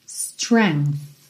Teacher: E com arzinho agora, esse TH, ok? No final.